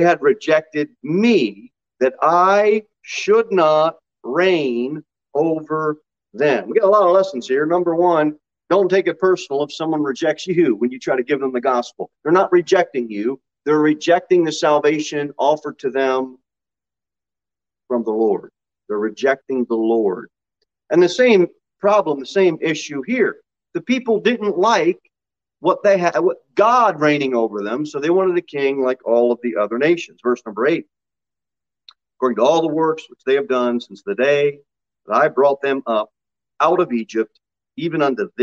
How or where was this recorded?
large echoing room